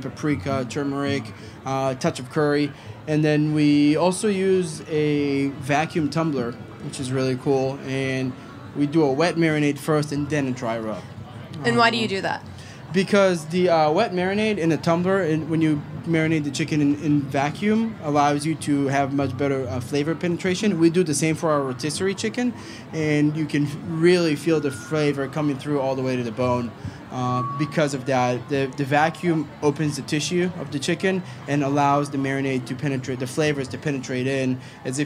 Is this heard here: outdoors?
yes